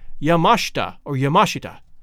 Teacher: the correct pronunciation is Yamashita or Yamashita, with the accent on the second syllable, mash.